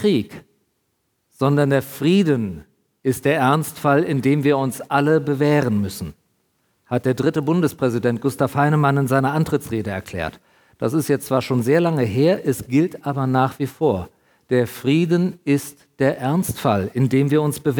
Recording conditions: large echoing room